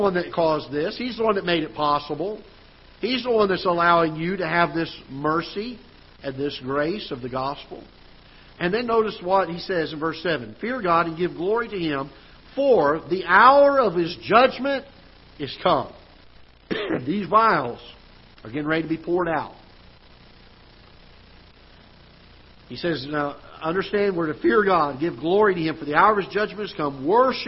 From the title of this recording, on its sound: Ketha Heights Baptist Church ~ Live Broadcast